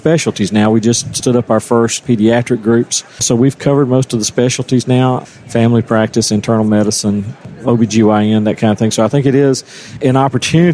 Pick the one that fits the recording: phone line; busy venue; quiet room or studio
busy venue